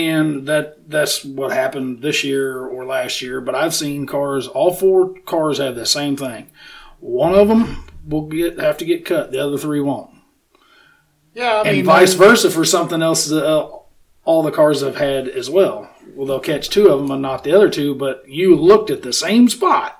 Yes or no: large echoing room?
no